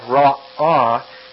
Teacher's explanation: It's not really a letter that you pronounce, but it's a closure of the throat.